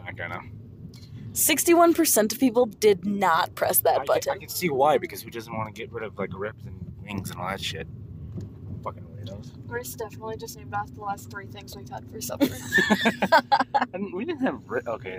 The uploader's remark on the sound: ON THE ROAD. After some technical difficulties, we're in the car!! We drive to some of the most interesting places in a town of 1,151 people.